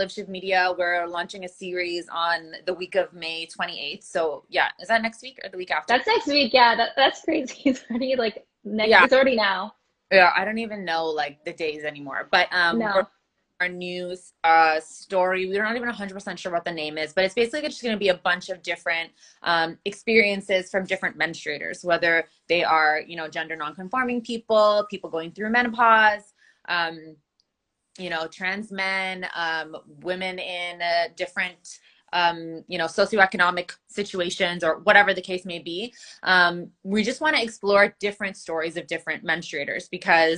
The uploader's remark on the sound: An archived interview from The Pivot Pioneers IG Live Q&amp;A series. An archived interview from The Pivot Pioneers IG Live Q&A series.